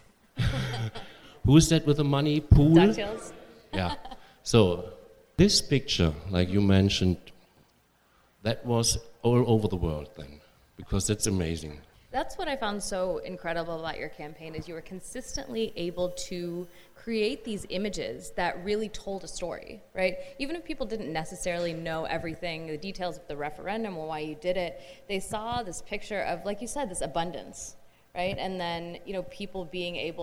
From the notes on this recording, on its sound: Joined us in San Francisco for a live event about his groundbreaking campaign.